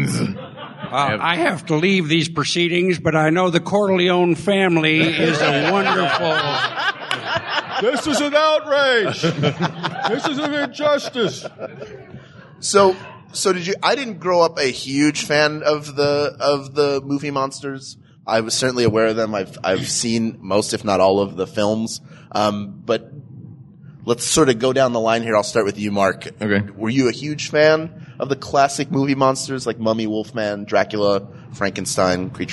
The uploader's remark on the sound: Recorded Live at Dragon Con